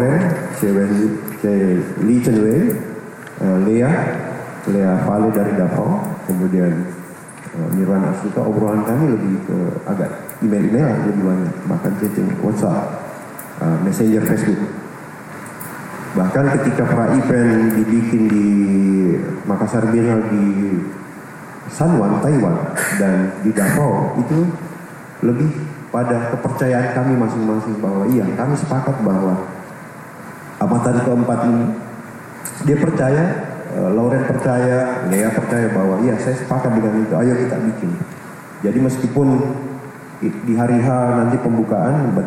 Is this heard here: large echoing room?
yes